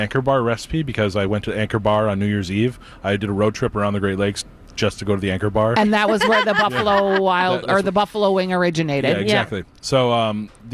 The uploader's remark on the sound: broadcast live at Bachman's